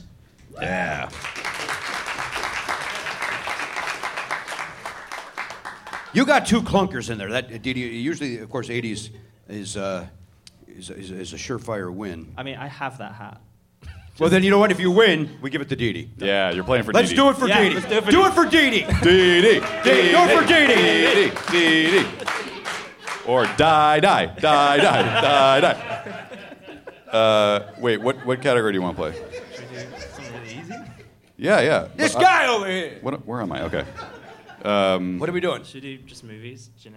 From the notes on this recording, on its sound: Recorded at the Gateway Theatre in San Francisco on January 11, 2020 as part of SF Sketchfest.